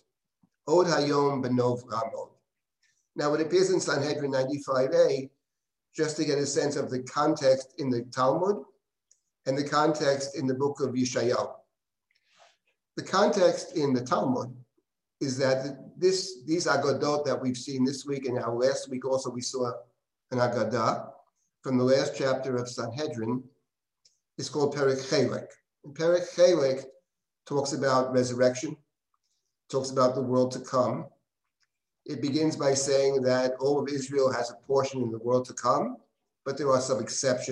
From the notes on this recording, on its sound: This audio was originally captured from Zoom.